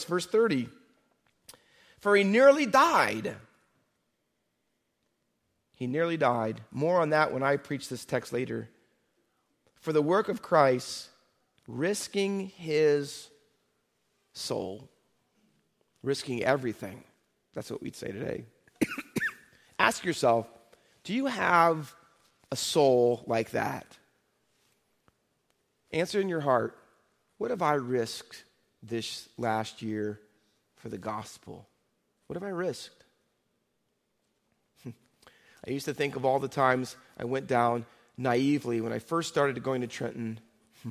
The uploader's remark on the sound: Faith Baptist Church in Hamilton, NJ.